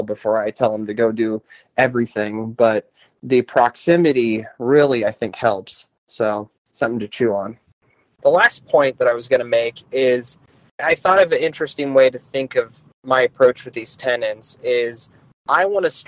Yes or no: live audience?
no